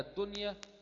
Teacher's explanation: النون وقعت بعدها ياء، نون ساكنة وقعت بعدها ياء، تظهرها. يبقى كلمة دنيا الدنيا تظهر. · Term: إظهار مطلق